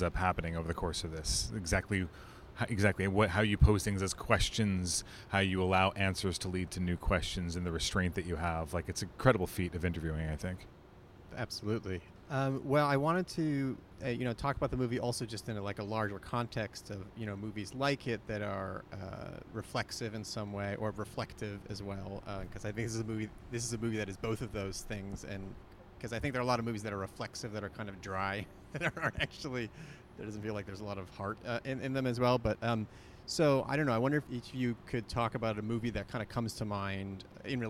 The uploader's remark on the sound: as you’ll hear, this is my first episode in a long time that I have recorded in the great outdoors, so enjoy the mild breeze.